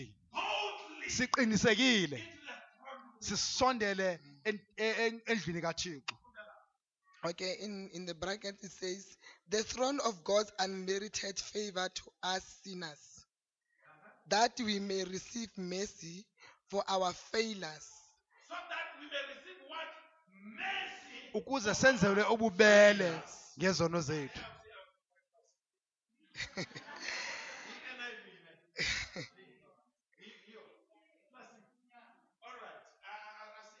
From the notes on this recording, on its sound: Day 2 at the 2018 Passover Conference at Cosmo City Church